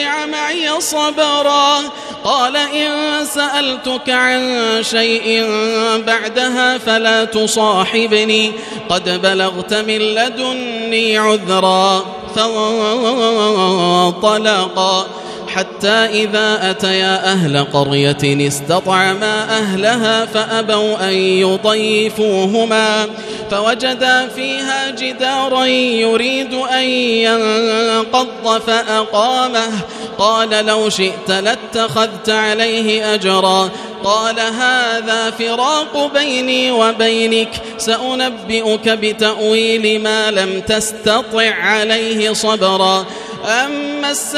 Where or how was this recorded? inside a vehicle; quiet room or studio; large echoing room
large echoing room